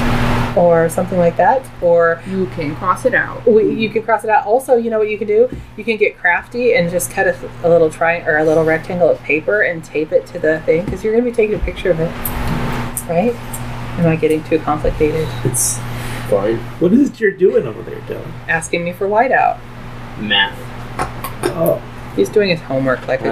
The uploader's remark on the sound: We were sitting around the table after dinner. The sound is crappy but that's how we roll with 1/2 a dozen fans running.